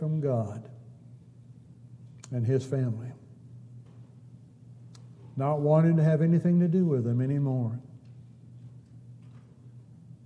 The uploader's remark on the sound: Downtown Church Of Christ Audio Sermon